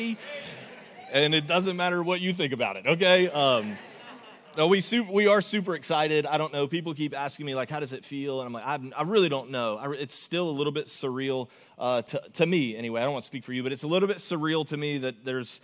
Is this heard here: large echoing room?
yes